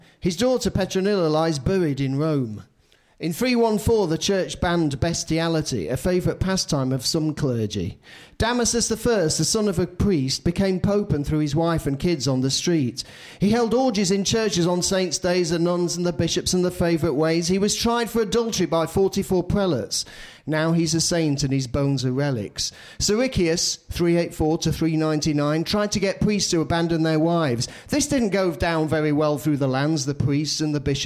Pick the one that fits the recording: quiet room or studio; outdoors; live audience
live audience